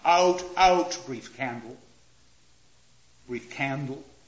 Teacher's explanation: There's an extra unaccented beat that comes after four strong ones. It's called a spondee, double accents. · Term: feminine ending